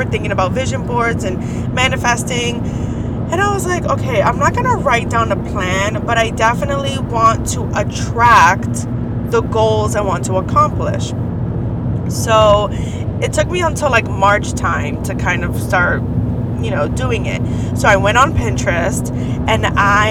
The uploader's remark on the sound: I Turned My Car into a Recording Studio. It's coming straight from the car. Record this episode while I run errands and head over to campus.